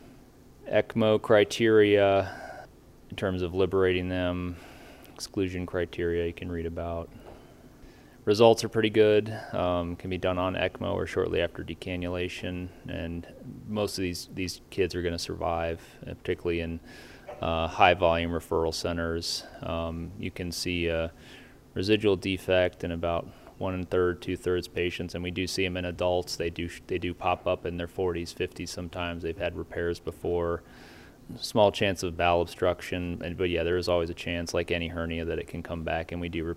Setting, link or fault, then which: setting, busy venue